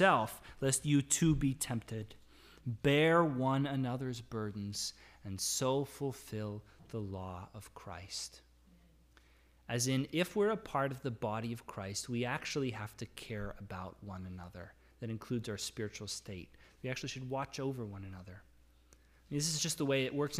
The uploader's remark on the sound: This is the audio from the entire service